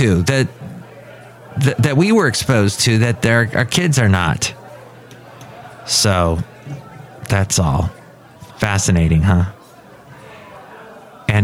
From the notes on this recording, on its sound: podcasts live from Cafe Anyway